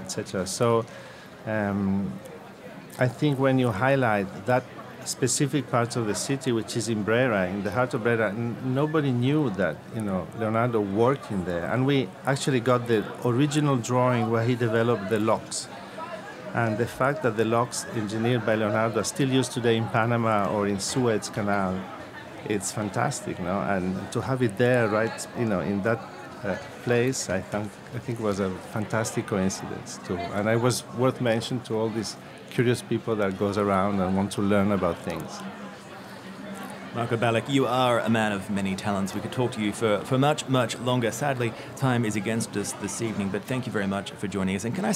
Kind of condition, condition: setting, busy venue